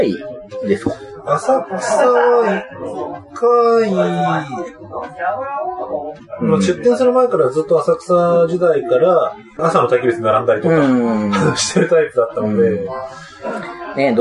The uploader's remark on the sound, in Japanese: 居酒屋収録なので聞き取りずらいかもしれませんがご了承ください。